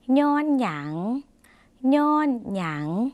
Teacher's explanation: เสียงนี้เป็นเสียงขึ้นจมูกนิดหน่อยค่ะ